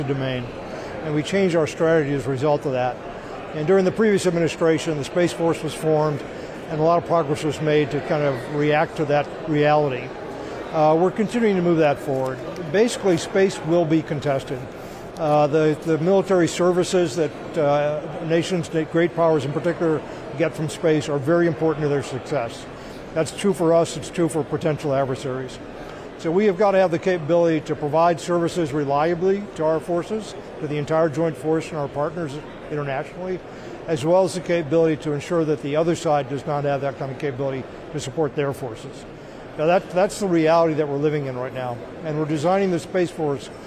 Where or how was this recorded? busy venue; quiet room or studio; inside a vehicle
busy venue